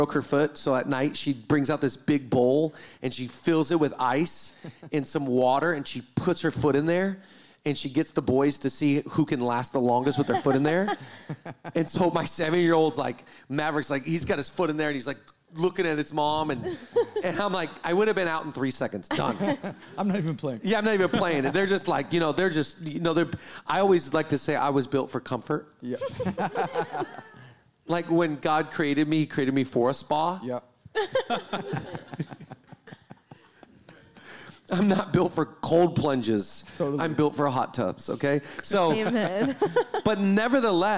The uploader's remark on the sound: 100th Episode Live Recording